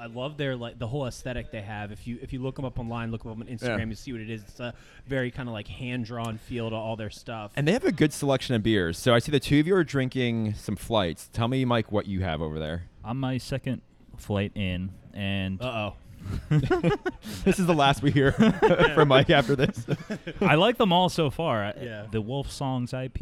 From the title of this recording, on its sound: LIVE FROM BREWERY ARS